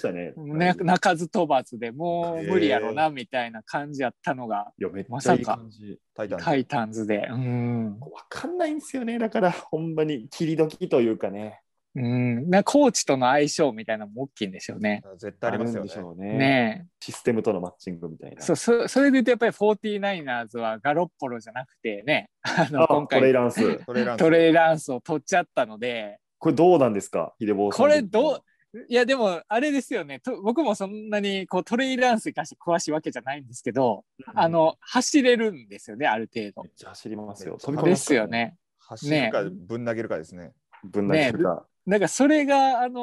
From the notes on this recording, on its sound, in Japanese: 今回は感染症対策でzoomにて実施しました